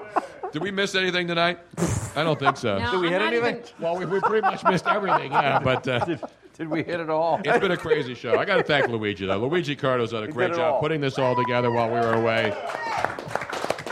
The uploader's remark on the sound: The whole gang was back in action at Comedy Sports Philly for our big Pre-Valentines day extravaganza. Our audience in the Theatre.